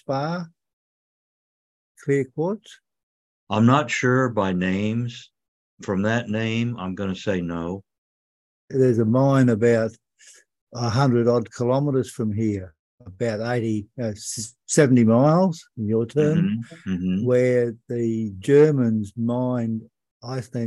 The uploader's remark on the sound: In this recording of a special livestream for the Conscious Awakening Network. In this recording of a special livestream for the Conscious Awakening Network.